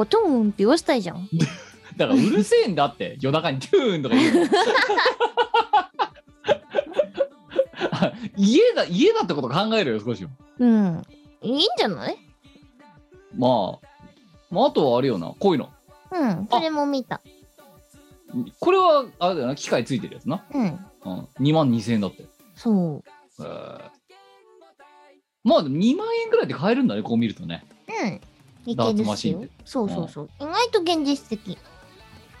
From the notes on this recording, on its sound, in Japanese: 本番組はリモート収録です。収録時環境の影響により、聴き取り辛い部分があります。途中でノイズ等入りますが、収録時のものです。